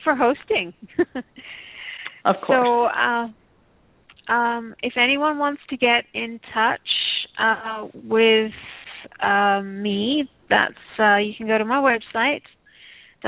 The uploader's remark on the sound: Takes your calls for healing live today!